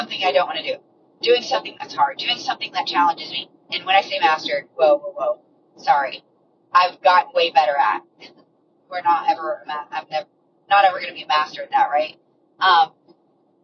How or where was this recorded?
inside a vehicle